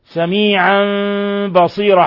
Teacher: حيث قلبنا التنوين ميما مخفى عند الباء. بصيرا تقدم نظائره كثيرا وأنه يوقف عليه بالألف بمقدار حركتين لأنه مد عوض. · Term: إقلاب